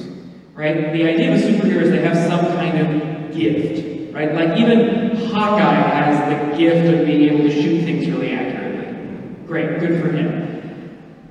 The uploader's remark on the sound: This is the homily I preached at the Confirmation Mass that I did.